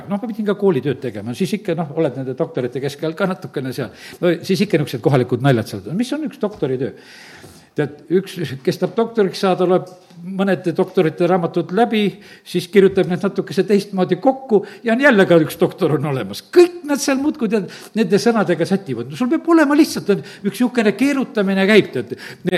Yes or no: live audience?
yes